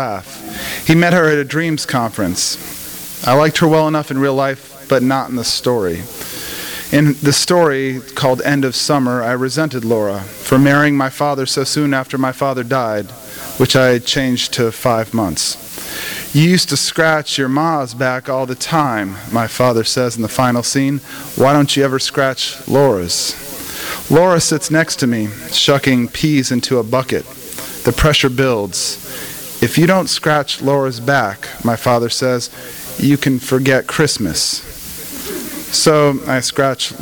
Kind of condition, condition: setting, live audience